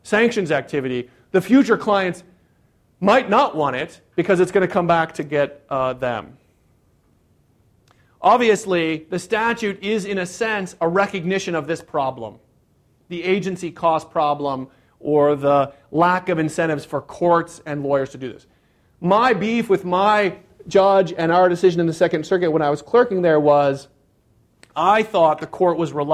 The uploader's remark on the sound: This talk was recorded on April 15, 2014, as part of the Chicago's Best Ideas lecture series